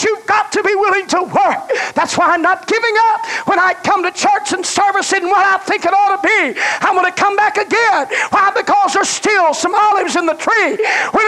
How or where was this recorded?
large echoing room